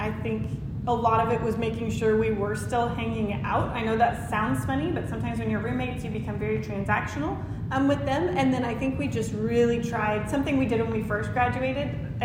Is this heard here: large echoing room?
yes